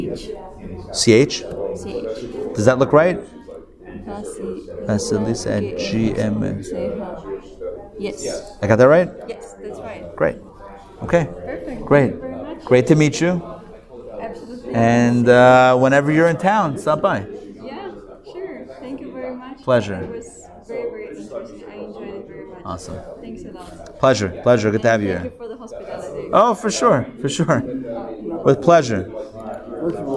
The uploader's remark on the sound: Recorded live at The Torah Center ATL on Sunday, June 4, 2023